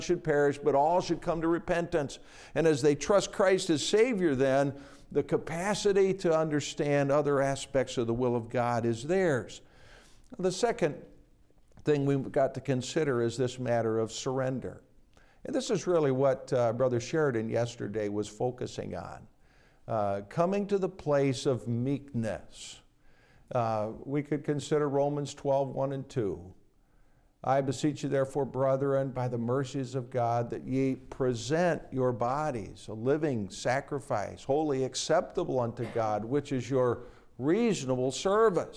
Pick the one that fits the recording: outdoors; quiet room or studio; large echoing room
large echoing room